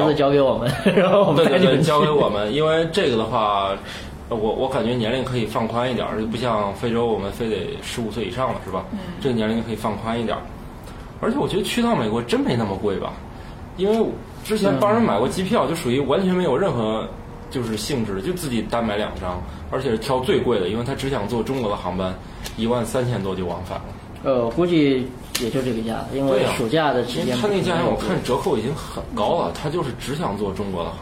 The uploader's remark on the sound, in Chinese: 本期节目为在张大妈办公区用录音笔录制，可能有街道上的杂音，请见谅。